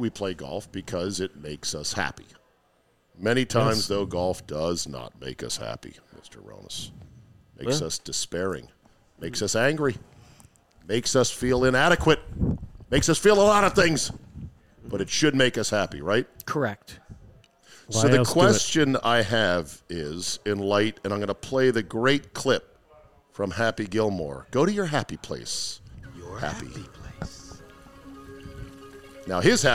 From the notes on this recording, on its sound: Live from the new Golfdom store in Rockville, MD